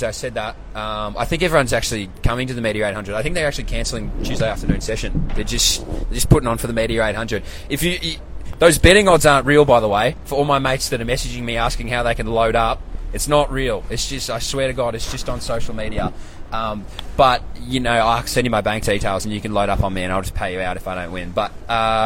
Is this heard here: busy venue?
yes